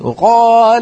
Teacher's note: الأمر العاشر وهذا أمر خطير، توهين بعض الحروف وتمييع أصواتها، هذا أمر خطير جدا أيها الإخوة، توهين بعض الحروف وتمييع أصواتها، يعني مثلا زبلاك وقال هل رأيتم كيف الواو لم تأتي، وقال يعني يأتي بالواو شبه مختلسة، هذا للأسف يعني بالعامية يقولون الجالسون للشيخ الذي يقرأ ويطربهم بالتلاوة يقولون الدلع يا مولانا الدلع، الدلع يا مولانا يعني ميع الحروف، نسأل الله العافية.